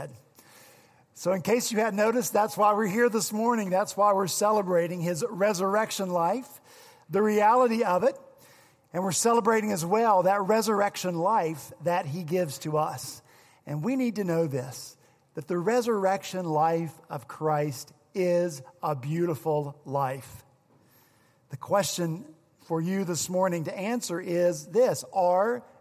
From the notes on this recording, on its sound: On Easter Sunday at Redeemer Presbyterian Church in Charleston, SC